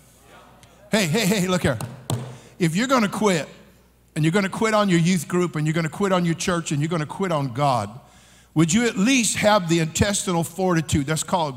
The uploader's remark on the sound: during the Monday Evening service of the 40th Annual National Youth Conference in Santa Clara, California